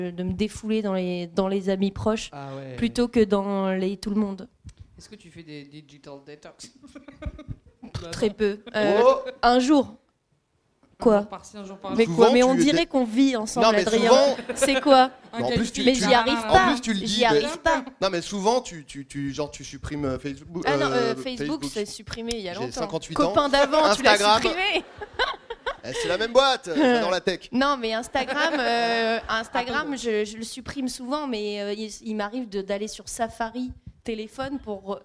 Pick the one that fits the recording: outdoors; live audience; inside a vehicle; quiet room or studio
live audience